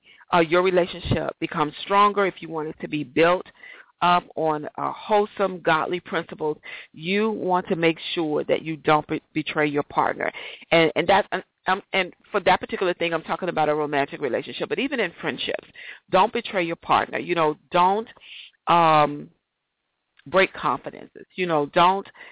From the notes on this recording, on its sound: A special 15 minutes show for the Got To Get Myself Together 2014 Teleconference